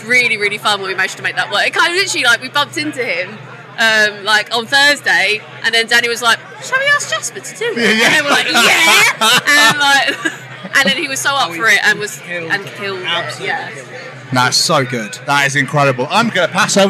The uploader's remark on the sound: Live from Bloodstock 2023. Their set at the festival earlier on that day on the Sophie Lancaster stage.